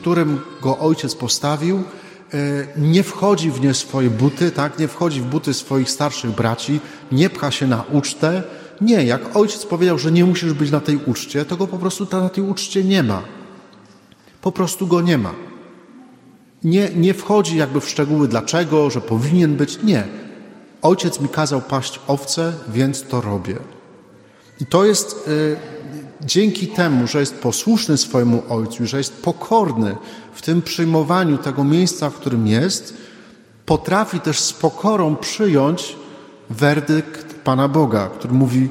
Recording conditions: large echoing room